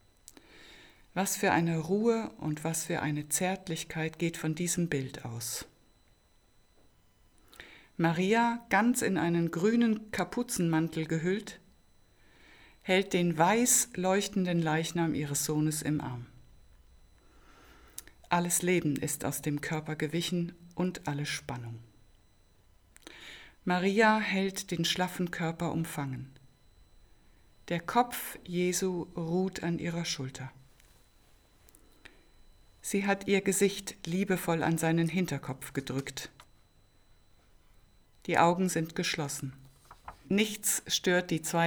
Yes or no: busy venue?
no